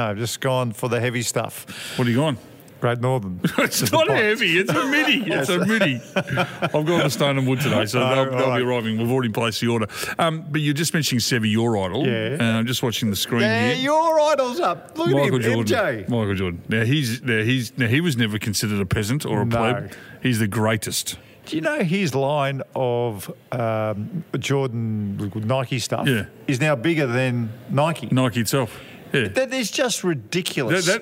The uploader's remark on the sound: We’re live from the pub again today, sinking a couple of coldies.